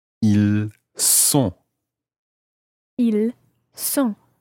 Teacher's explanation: you're not pronouncing the S of the il, but you're pronouncing the S of the word sont